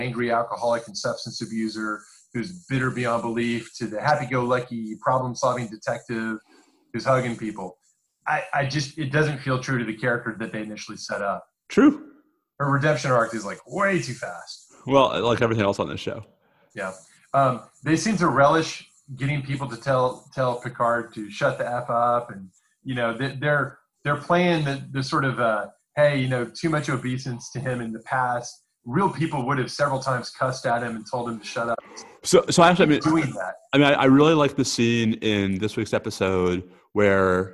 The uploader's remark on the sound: We may be on home lockdown, but that didn't stop us from recording! Thanks to the magic of Zoom, we gathered online to record this episode, and just for kicks we recorded the video while we were at it.